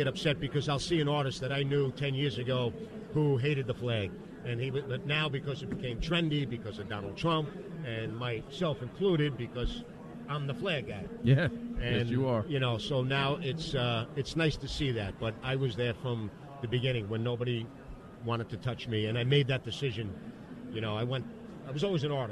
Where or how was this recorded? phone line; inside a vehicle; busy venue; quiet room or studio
busy venue